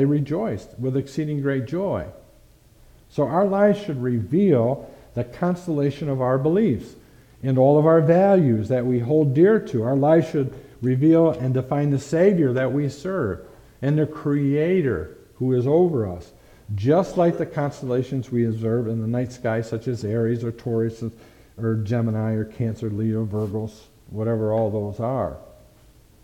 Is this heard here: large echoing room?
yes